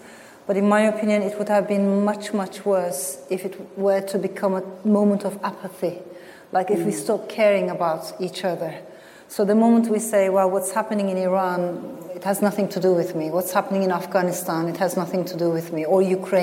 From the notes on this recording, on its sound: Recorded live at the Birmingham Literature Festival earlier this autumn. In front of a live audience at the Birmingham Rep.